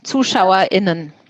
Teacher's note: die Trennversion mit dem Glottal Stop